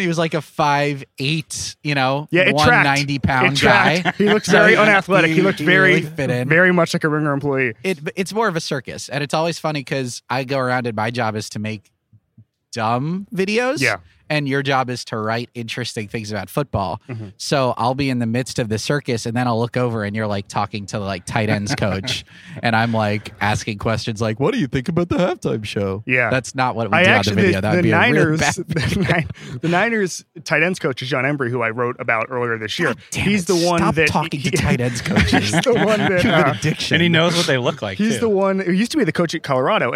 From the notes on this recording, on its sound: The NFL Show Live From Miami. We’re live at radio row in Miami.